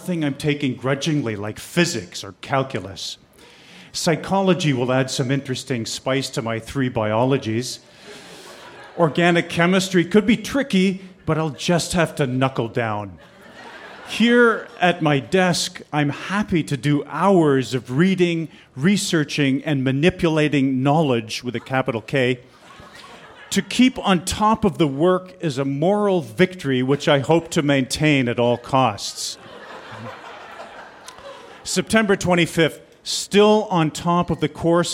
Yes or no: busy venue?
yes